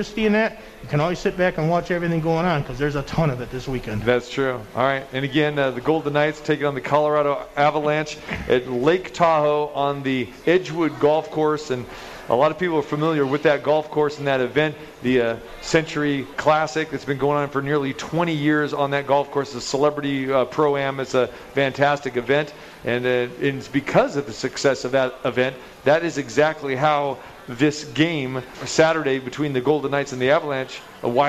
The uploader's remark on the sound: Live at The Cosmopolitan